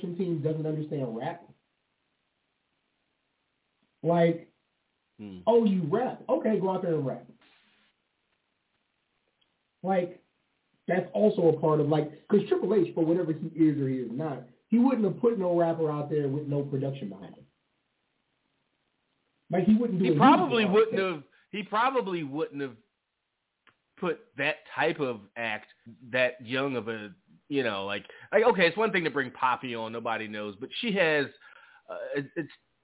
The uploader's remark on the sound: Live calls and more. Weekly caller, email and tweet driven show. Leave a voicemail to be played on-air.